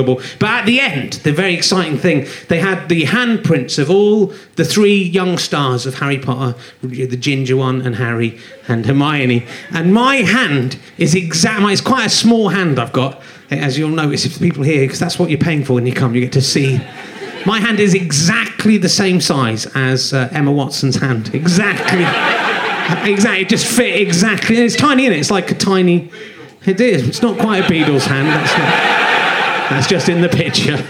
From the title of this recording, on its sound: Leicester Square Theatre Podcast